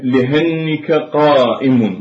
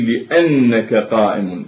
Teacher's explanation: فيبدل الهمزة إلى هاء، فهنا إبدال بين الهمزة والهاء وبين الهاء والهمزة · Shown in: first take